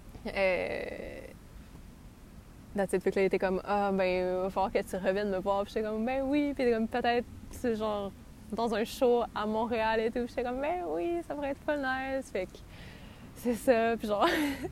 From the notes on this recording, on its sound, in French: Nous sommes désolées pour les bruits de vent, elle enregistre dans un parc.